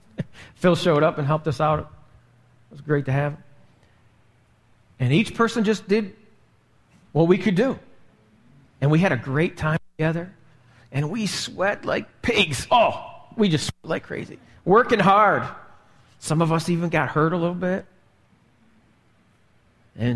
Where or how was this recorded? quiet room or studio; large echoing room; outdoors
large echoing room